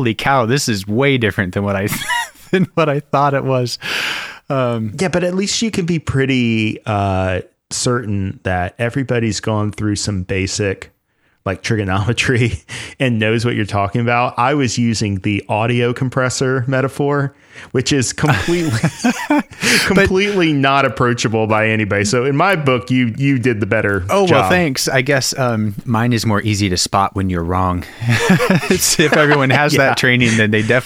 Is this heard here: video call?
no